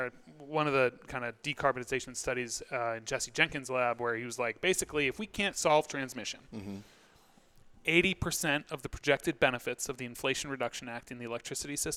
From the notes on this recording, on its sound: Recorded at Pickering Energy Partners' PEP Rally: Capital Formation